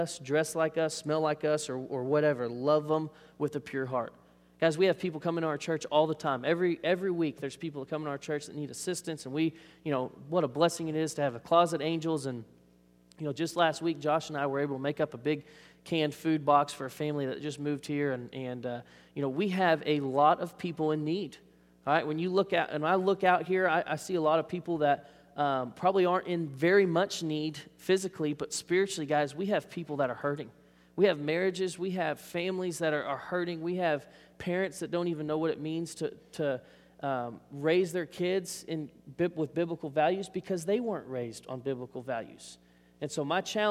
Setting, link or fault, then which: setting, large echoing room